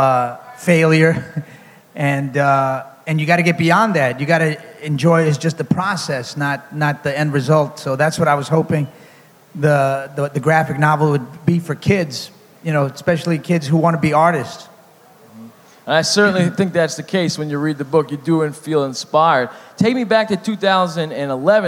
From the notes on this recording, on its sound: Live from the Miami Book Fair. In a live show filmed during the Miami Book Fair.